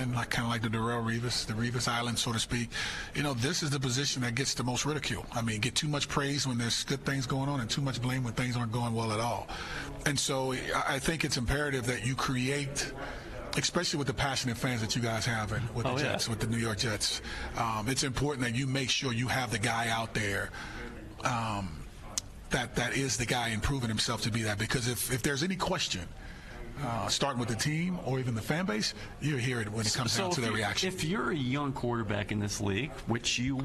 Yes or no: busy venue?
yes